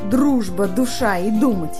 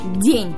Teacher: Разные эти звуки. Один из них твердый «д» в словах «дружба», «душа», а другой мягкий «д» в слове «день».